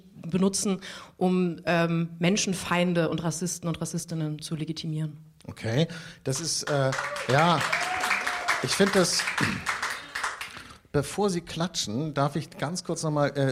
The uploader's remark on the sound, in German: Das Gespräch wurde im Rahmen des radioeins und Freitag Salon. In der Berliner Volksbühne aufgezeichnet.